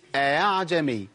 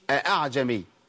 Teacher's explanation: أخلي الهمزة بين الهمزة والألف، بين الهمزة وأصل حركتها · Shown in: first take · Term: تسهيل الهمزة